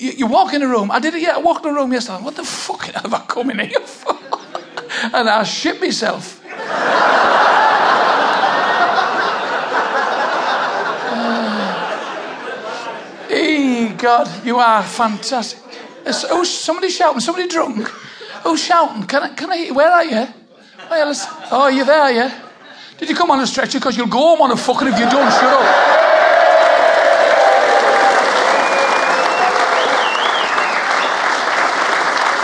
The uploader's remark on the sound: Who Ate All The Pies was recorded in September 2013 in the beautiful Maltings theatre, in Berwick Upon Tweed in front of a very enthusiast audience.